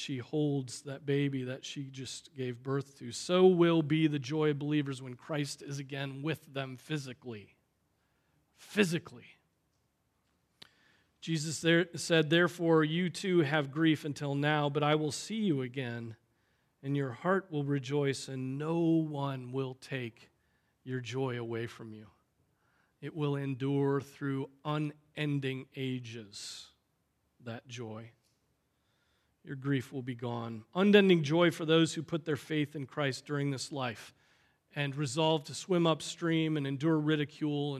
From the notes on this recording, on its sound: Preached on April 16, 2023 at Trinity Presbyterian Church